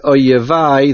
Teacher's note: The word oyevai, there is a shiva no under the yud. And oyevai, the main accent, is on the vays.